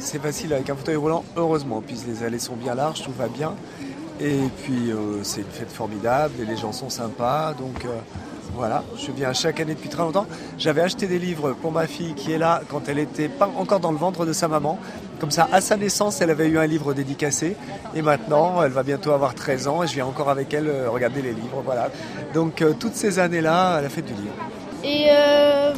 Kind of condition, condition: setting, busy venue